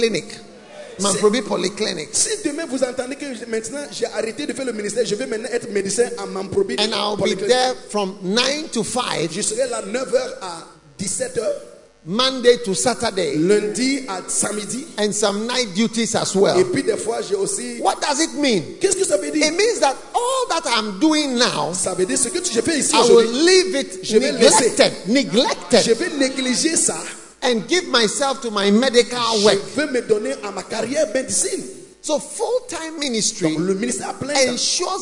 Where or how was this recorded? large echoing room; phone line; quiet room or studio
large echoing room